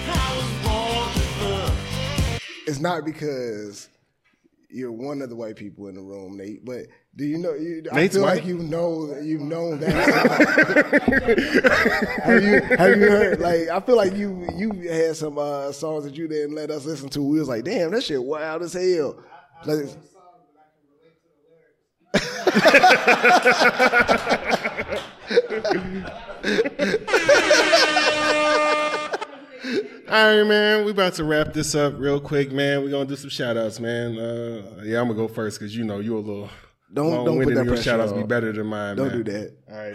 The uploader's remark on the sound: With A Live Audience